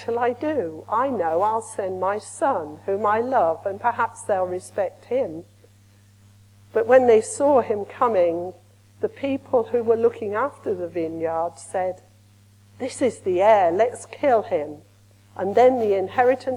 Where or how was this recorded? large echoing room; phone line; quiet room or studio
large echoing room